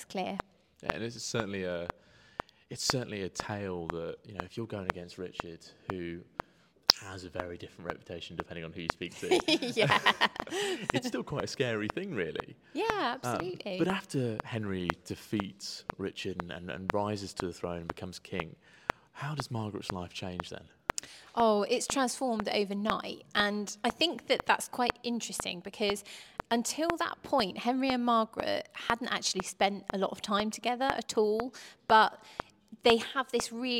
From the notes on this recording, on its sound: Today we are Gloucester History Festival